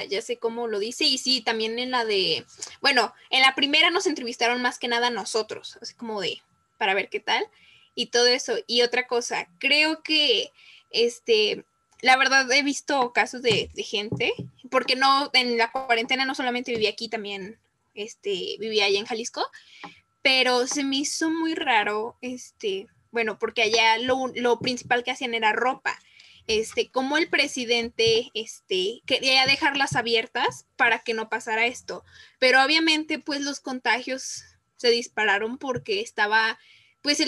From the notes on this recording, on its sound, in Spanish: Grupos Zoom de 1°ABCyD. Escuela Miravalles, Iztapalapa, CDMX.